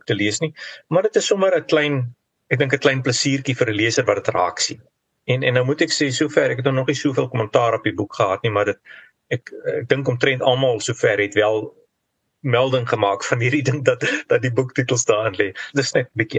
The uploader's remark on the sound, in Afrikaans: vanuit sy huis in Nieu-Seeland via Zoom